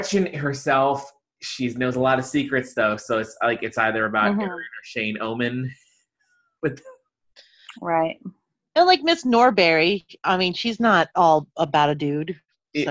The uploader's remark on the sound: We're back amid the COVID-19 pandemic as we do our best with Zoom to deliver you an episode.